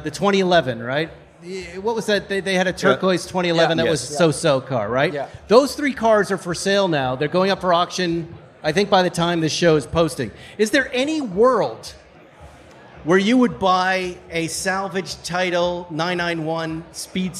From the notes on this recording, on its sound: Recorded live at Luftgekuhlt 8.